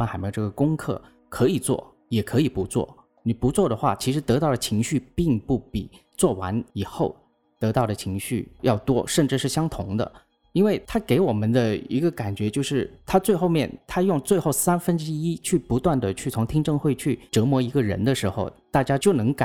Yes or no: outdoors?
no